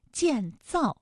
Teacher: 就是这两个字呢不要读得一样重。建这个字呢可以读得轻一些，造呢就重一些 · Term: 轻重格式